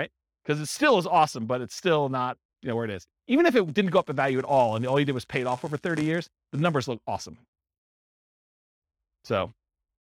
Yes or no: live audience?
yes